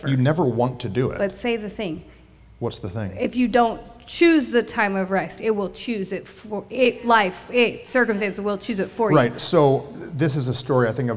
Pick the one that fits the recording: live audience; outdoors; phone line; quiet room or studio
live audience